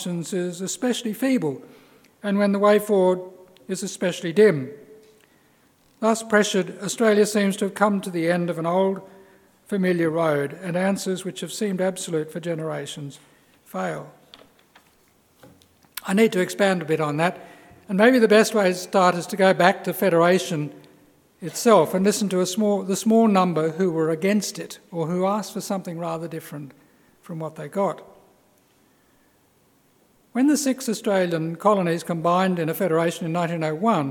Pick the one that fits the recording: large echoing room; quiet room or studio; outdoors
large echoing room